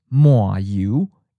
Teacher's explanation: seaport leaning accent changes to a third tone, low falling